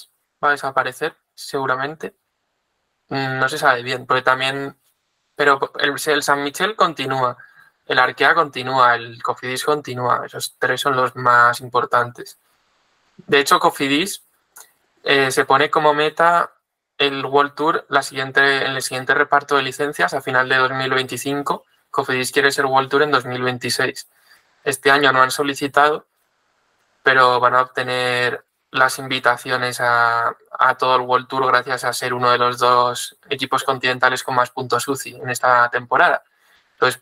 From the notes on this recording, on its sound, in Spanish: Pedimos disculpas por los problemas de sonido durante el episodio.